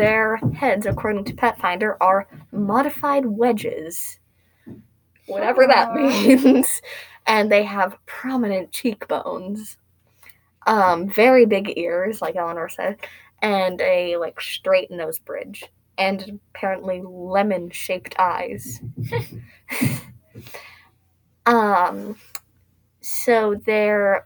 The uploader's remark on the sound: We apologize if the sound is a bit strange. There weren't any proper recording devices.